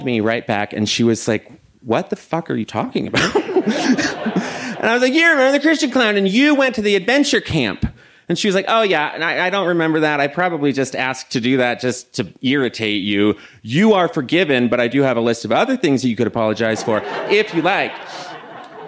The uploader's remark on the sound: This story was recorded live at Buntport Theater